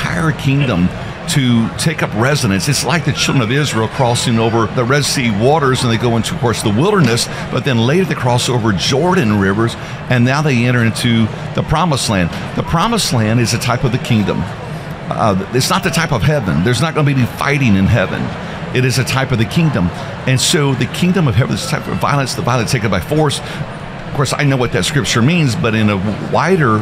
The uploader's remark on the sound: LIVE from Indy. We are doing the show LIVE from the Indiana Convention Center in Indianapolis, Indiana.